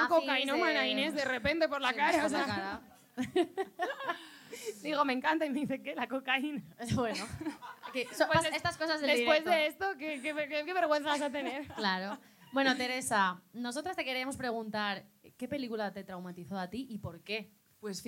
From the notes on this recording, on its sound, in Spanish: DIRECTO CON PÚBLICO EN EL CAFÉ COMERCIAL.